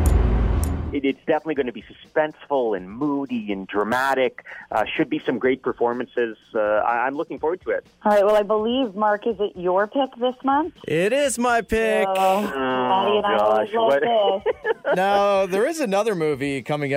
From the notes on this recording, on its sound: we got her on the phone